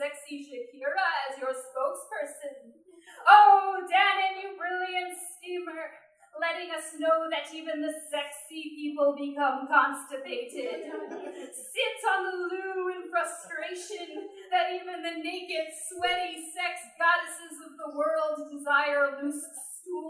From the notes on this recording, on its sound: This is the audio from that event. At The Low Beat on Tuesday, August 4, 2015.